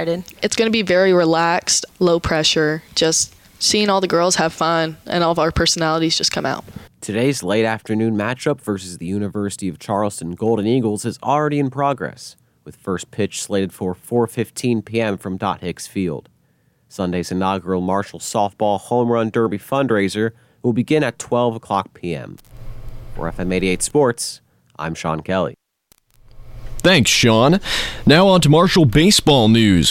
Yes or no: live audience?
no